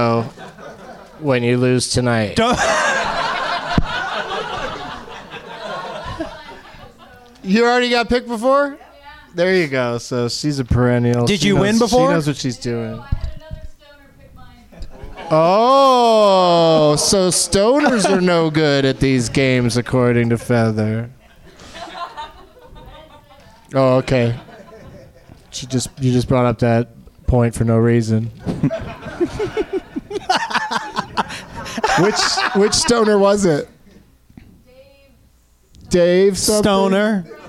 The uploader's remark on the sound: Live from the NerdMelt Showroom